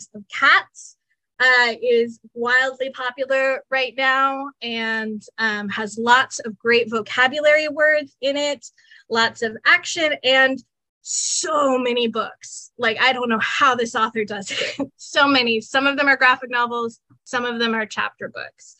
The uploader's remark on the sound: Webinar Recording